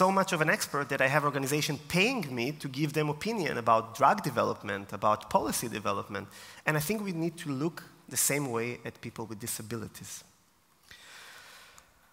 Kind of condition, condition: setting, live audience